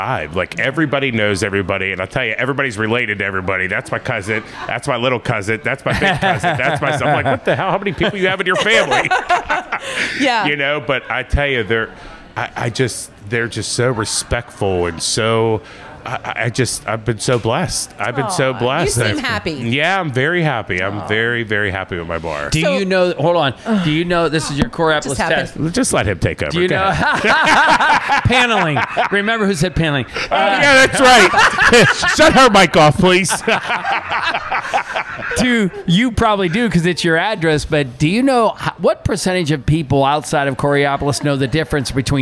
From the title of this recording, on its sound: Steel City Talk at Steel Shaker at the Coraopolis Community Fall Fest